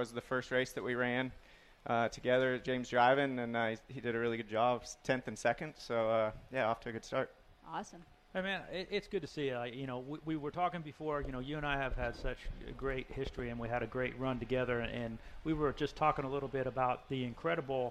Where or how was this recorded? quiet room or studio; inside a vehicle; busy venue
busy venue